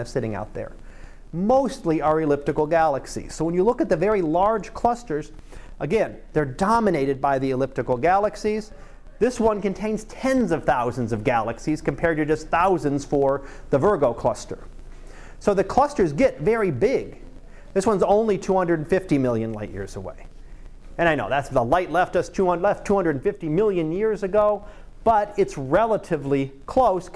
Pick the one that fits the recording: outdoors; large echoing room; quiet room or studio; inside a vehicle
large echoing room